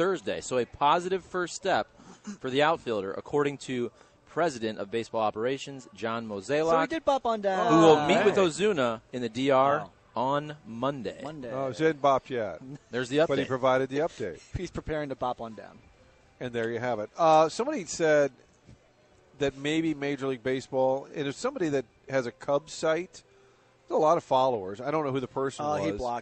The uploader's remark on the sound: Broadcasting live from Schnucks in Arnold.